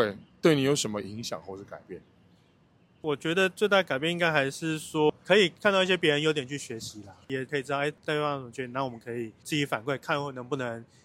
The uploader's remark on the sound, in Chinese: 在板橋火車站外面錄音